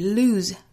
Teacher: 这里 lose, S-E 发长浊音 Z